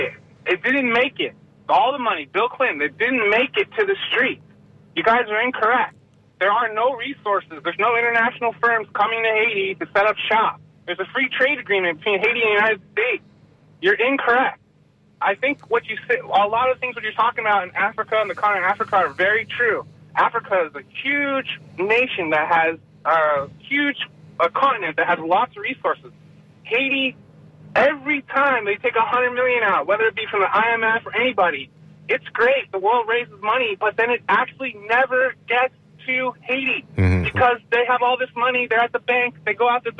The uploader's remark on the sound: unique magazine format call-in show